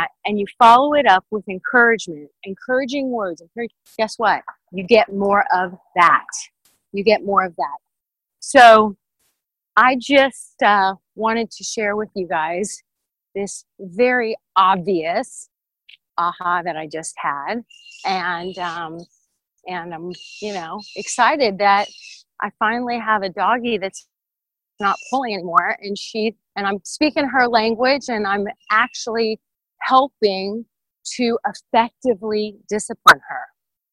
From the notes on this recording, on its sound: In this episode, I recorded my thoughts on a recent dog walk.